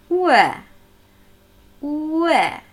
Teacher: unser U mit Ö verbinden, sich nur nicht auf U stützen, schnell zu Ö und sofort zu Ö gleiten.